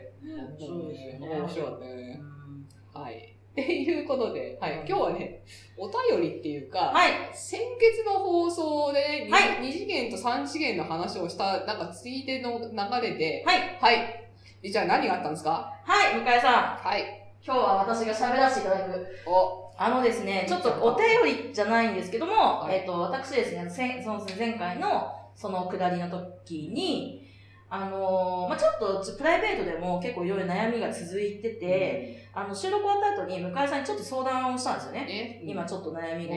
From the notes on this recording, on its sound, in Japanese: 今月ちょっと音質が悪いです。